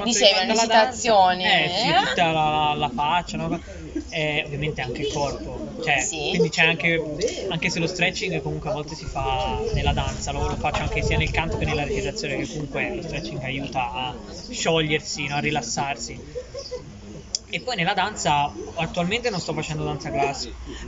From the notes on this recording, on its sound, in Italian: Live dall’AperiVintage del Teatro di Bo’ il Quarto Episodio del Salotto di Bo’! Per la prima volta con un pubblico.